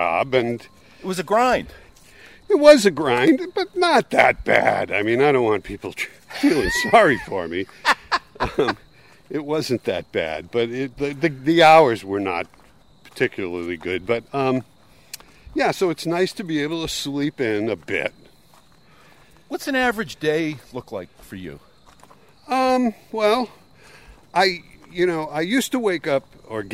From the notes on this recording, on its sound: take a walk around Walden Pond